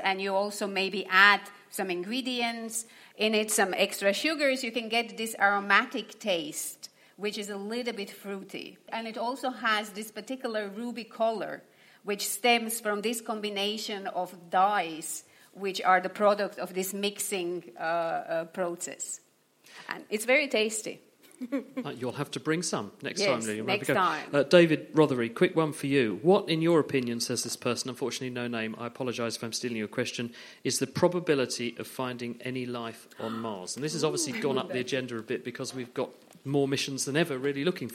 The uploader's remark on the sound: Audience Questions: Naked Scientists LIVE! Here are a few extra bits from our live show as part of the Cambridge Science Festival.